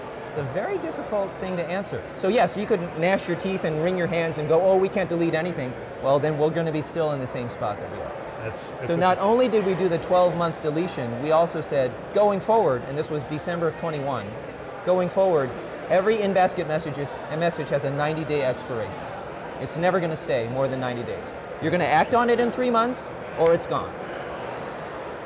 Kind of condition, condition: setting, busy venue